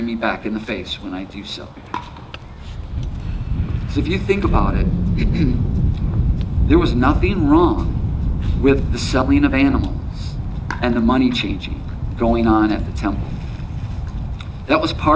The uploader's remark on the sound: There is some wind from the outdoors that was captured during this gathering.